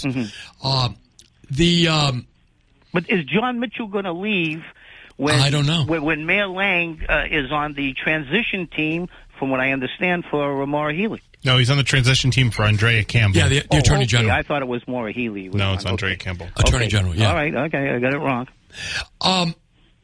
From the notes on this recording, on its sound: take calls from the audience